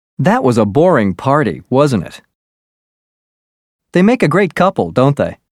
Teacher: To seek agreement, your voice should go up and then down on the tag ending.